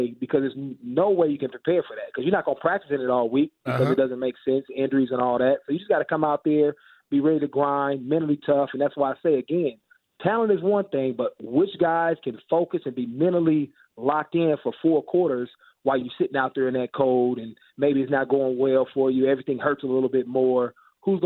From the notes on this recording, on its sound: Calls In Live From The Slopes